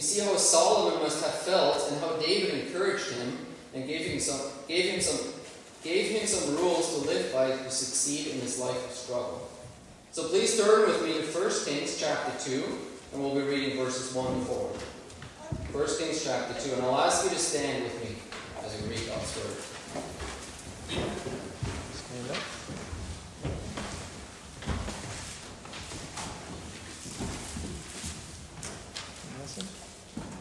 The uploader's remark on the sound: Worship Service. Sorry for the poor sound quality.